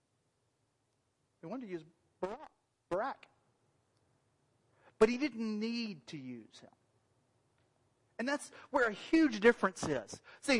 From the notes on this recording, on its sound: Unfortunately the audio wasn't picked up for the first half of the sermon.